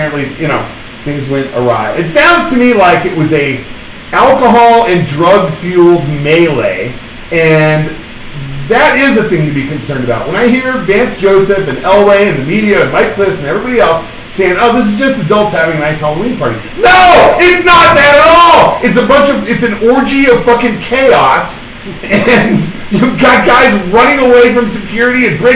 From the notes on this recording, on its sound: apologize in advance for the audio problems